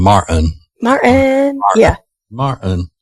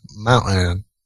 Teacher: the T sounds in the middle of words started getting omitted